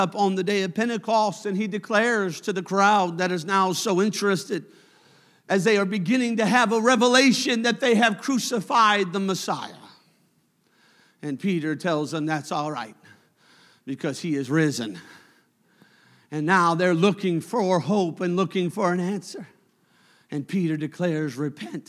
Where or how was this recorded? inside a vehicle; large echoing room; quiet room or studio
large echoing room